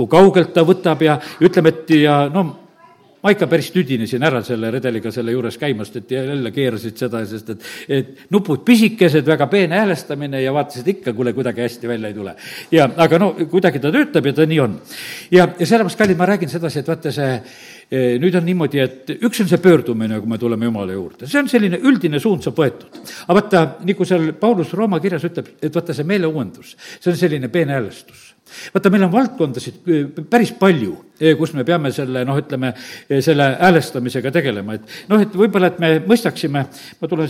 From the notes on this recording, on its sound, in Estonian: Audio salvestus koosolekult